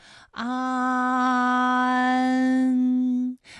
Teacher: 软腭下降，打开鼻腔通路，紧接着舌面前部与硬腭的前部闭合，使在口腔受到阻碍的气流从鼻腔里透出，口型由开到合，舌位移动比较大。安，哎，我把这个过程当中啊给大家发的细一些，大家可以仔细听我的发音哈，从前啊开始，安，哎，我发的比较慢。那实际我们发安的时候呢，不用这样的慢哈，让你感受到啊到呢的一个变化，直接我们发出安就可以了。那最后这个声音呢，是从鼻腔里发出的，大家可以跟我练一组例词啊，参战。参战，反感，反感，烂漫，烂漫。好，下面呢，我们来发一安的发音。发音的时候呢，从前高不圆唇元音一开始，舌位向前低元音啊的方向滑降，舌位只降